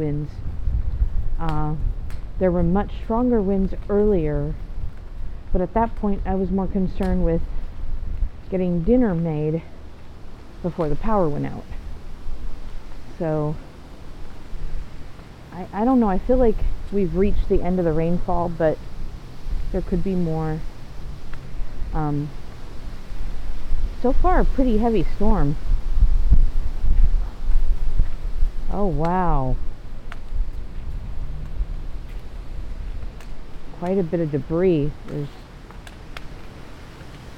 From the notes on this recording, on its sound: I have a few recordings I made on the day before the storm, and while it was happening. The recordings also contain voiceovers which describe what occurs around you, and provides info about the surrounding area so you can understand the binaural sounds a bit better.